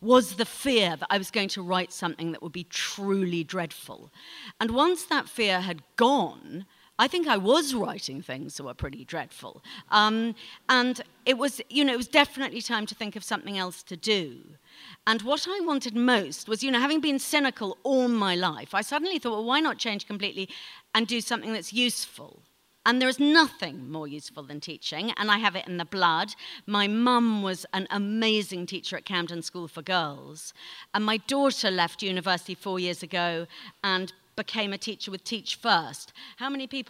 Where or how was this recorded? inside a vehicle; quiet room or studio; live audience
live audience